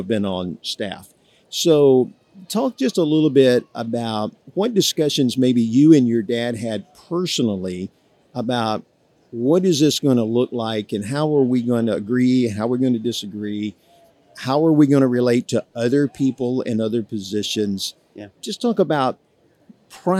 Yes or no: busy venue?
yes